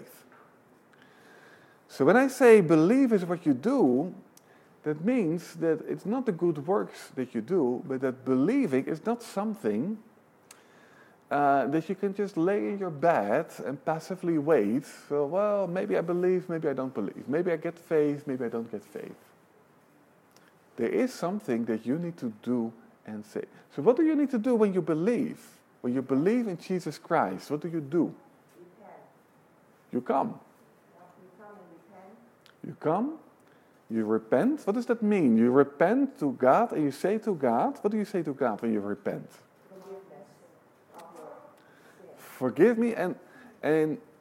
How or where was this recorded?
live audience